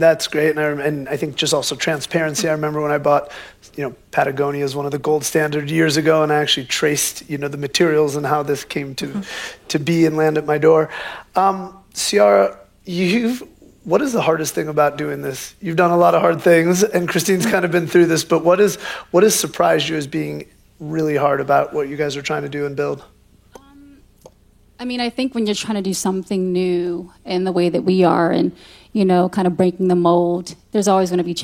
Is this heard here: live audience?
yes